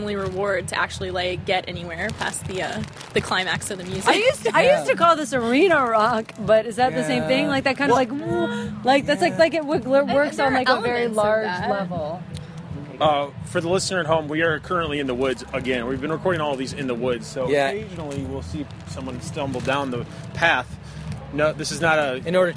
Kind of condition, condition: setting, busy venue